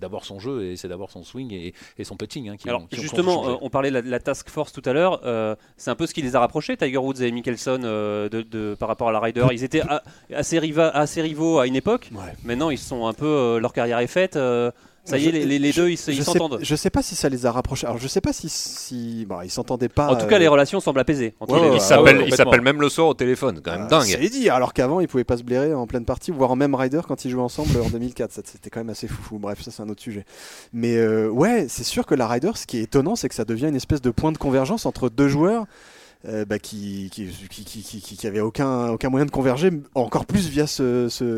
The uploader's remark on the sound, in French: joint par téléphone